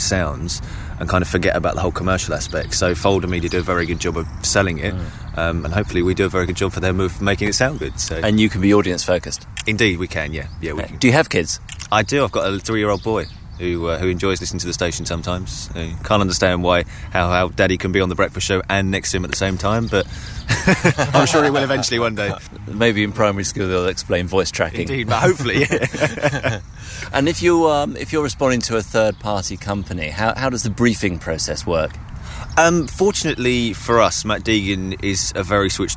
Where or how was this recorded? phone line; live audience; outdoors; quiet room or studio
outdoors